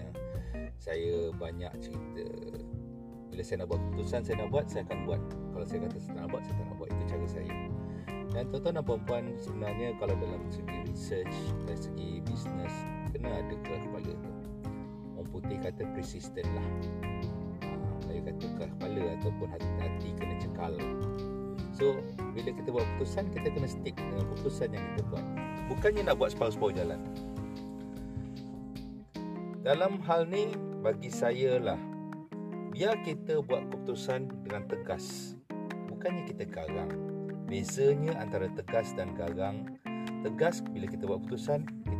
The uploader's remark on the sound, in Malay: Membawang di outdoor tengah testing podcast pakai phone. Podcast ini di lakukan hanya menggunakan handphone sahaja. Outdoor dan pakai wireless headphone and mic..